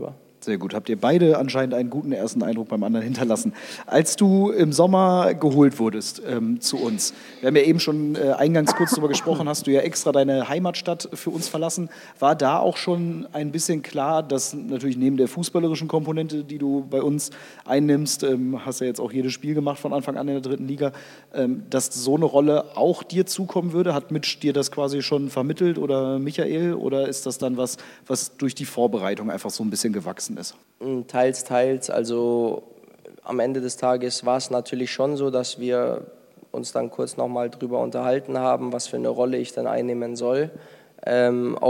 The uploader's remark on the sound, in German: Wir waren mit dem Arminia-Podcast wieder live in Ostwestfalen unterwegs. In unserer Nachbargemeinde Steinhagen haben wir bereits zum vierten Mal vor Publikum aufgenommen.